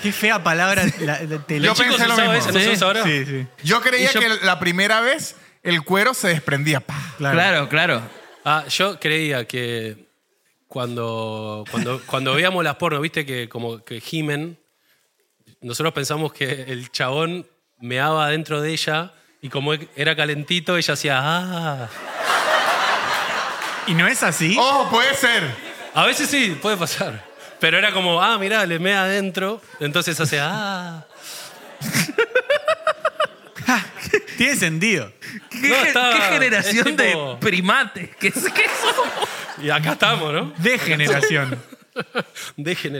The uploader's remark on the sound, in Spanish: Estamos EN VIVO en el TEATRO CHACAREREAN